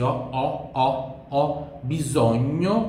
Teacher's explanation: Aqui tem esse O bem aberto, esse O, O, O, O, bisogno, gênero de NH, como eu expliquei antes.